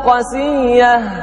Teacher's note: في الشطر الأول يقول: مع القصر شدد ياء قاسية شفا، حمزة والكسائي المرموز لهم بشين من شفا يقرؤون قسية، قسية على وزن مطية بتشديد الياء قسية والقصر. القصر المقصود به دائما هنا عدم المد بالكلية اللي هو حذف الألف.